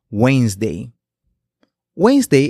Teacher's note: cometen el error de pronunciar la letra D, la cual no va incluida en lo que es la pronunciación